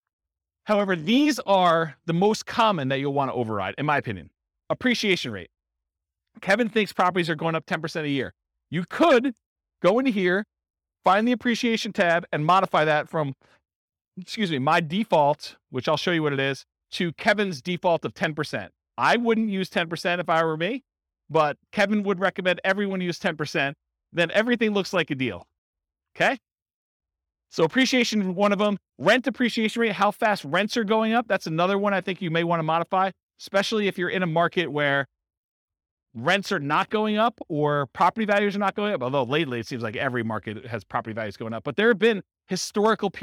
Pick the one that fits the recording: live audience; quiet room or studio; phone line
live audience